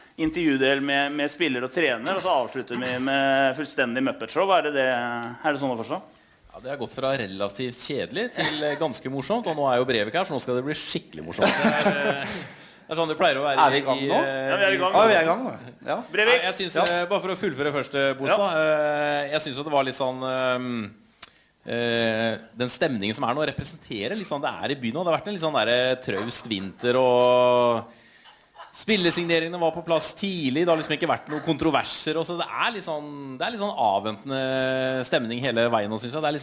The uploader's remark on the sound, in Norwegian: Livepodkast. Forsøkte seg på en live-podkast fra Litteraturhuset.